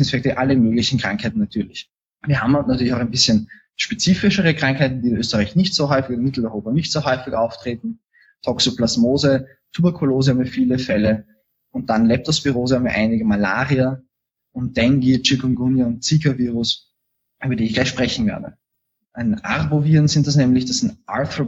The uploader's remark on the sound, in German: Auf der französischen Insel «Martinique» in der Karibik. Via Live-Schaltung.